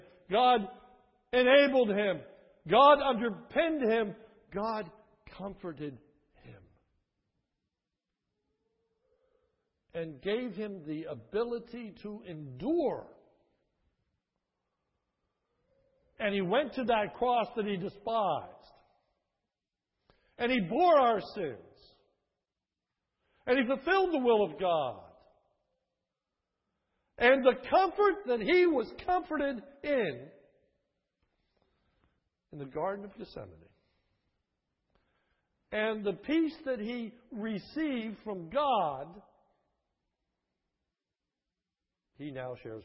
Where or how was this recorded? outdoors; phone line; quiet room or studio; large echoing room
large echoing room